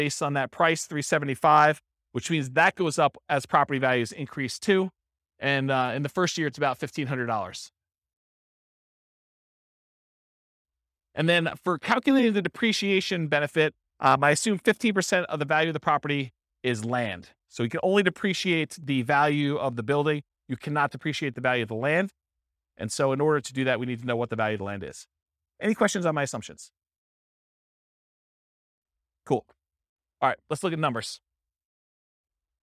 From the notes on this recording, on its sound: This was a live class recorded